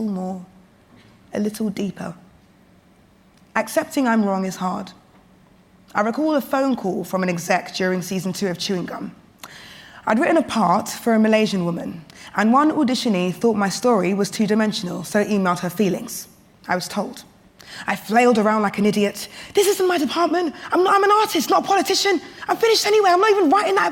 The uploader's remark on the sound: We hear the full, unedited recording of this year’s MacTaggart Lecture, delivered at the Edinburgh International TV Festival. Thank you to the Edinburgh International Television Festival for sharing this audio with our listeners.